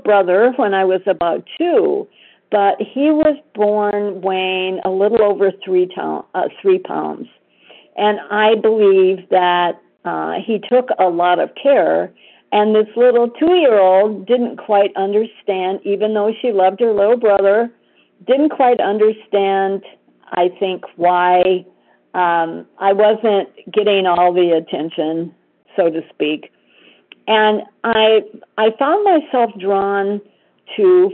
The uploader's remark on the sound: 100 Pounders Phone Meeting